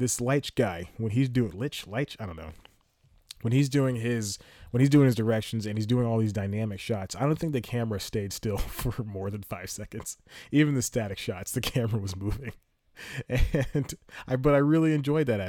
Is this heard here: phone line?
no